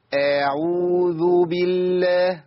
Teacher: وبعض الناس بيعمل حرف مد بعد الهمزة